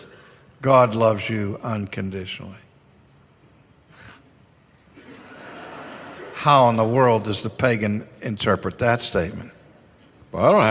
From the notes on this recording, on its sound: This Q&A session is from a conference in 2010 called “ Christless Christianity: 2010 West Coast Conference.”